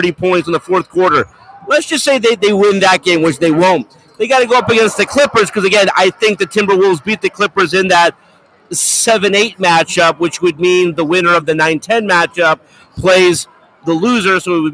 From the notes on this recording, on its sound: LIVE in Las Vegas from Circa Sports